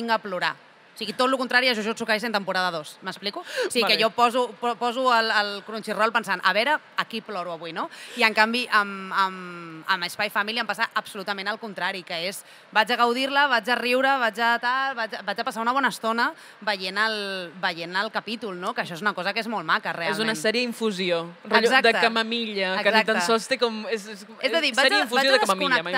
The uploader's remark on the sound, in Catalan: en directe des del MangaBCN 2024